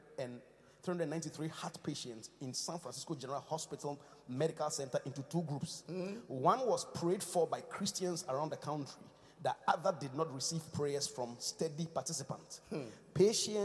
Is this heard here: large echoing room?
yes